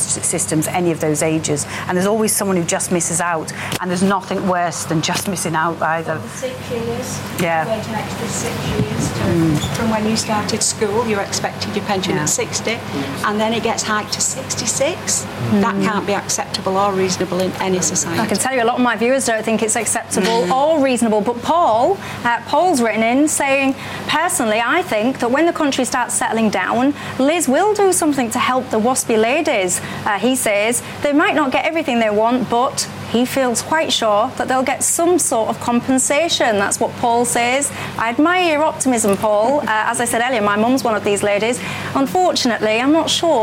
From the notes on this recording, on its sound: all the reaction from the live audience